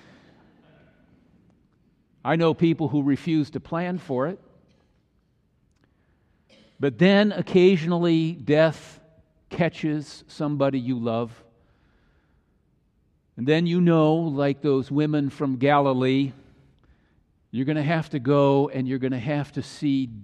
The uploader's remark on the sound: Easter message delivered during the Tradtional Worship service.